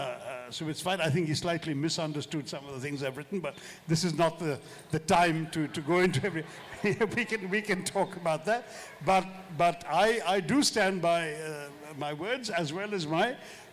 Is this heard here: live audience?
yes